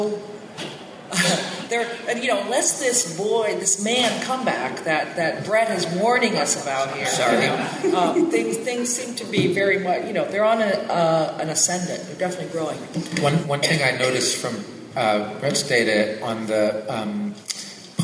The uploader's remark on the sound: San Diego Comic Con Panels. This year at Comic Con, I had the pleasure of moderating these 2 informative panels.